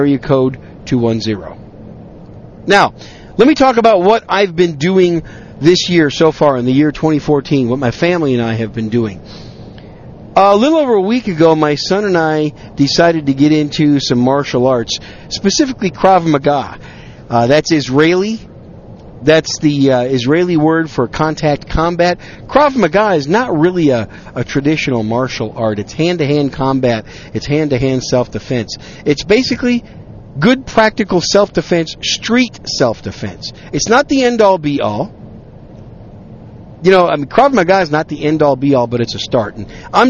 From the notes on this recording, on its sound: on a drive home from a business trip, I decided to record some random thoughts